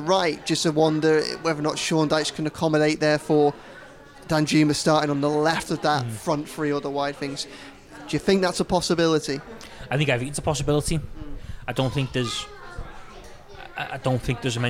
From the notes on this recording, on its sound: in Lovelocks Coffee Shop in the heart of Liverpool city centre